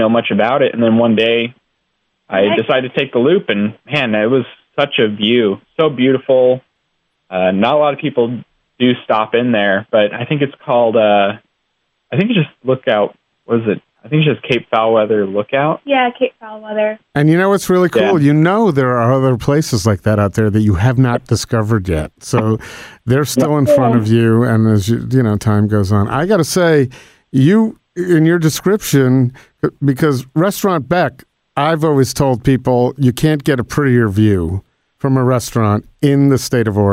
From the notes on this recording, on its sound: They joined us by phone